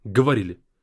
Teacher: So drag the E, the stressed E.